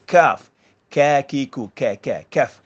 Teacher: Kaf ini dia hampir di pangkal lidah. Hampir di pangkal lidah.